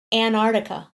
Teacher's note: so you're leaving out the T. And the C.